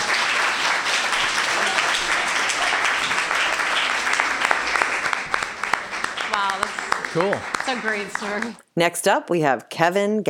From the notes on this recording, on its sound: Recorded live at Wellfleet Public Library.